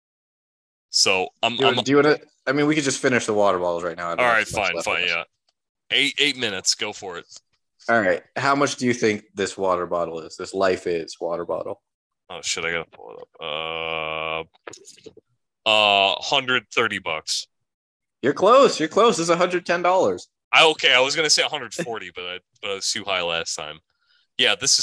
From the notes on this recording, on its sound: We kinda forgot to record that part after Zoom kicked us out.